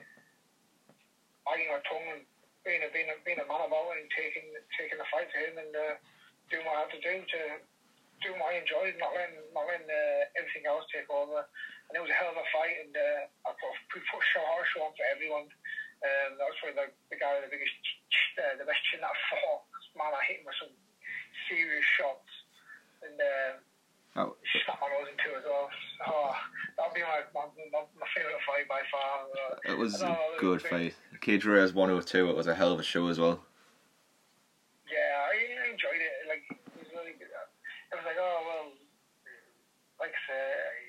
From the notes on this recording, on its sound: Via phone call.